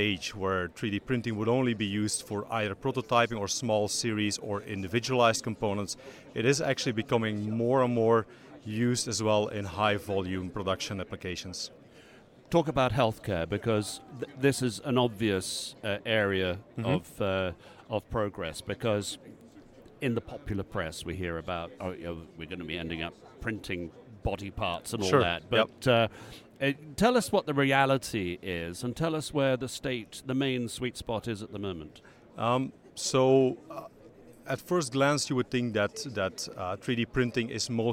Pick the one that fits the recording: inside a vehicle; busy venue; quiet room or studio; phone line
busy venue